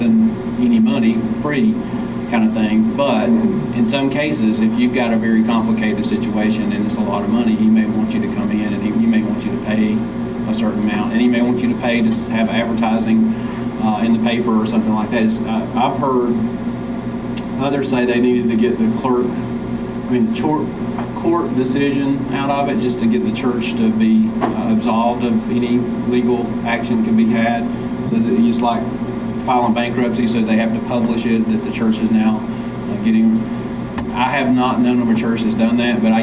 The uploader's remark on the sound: Jonesboro Breakout Session 3. Some audio quality issues.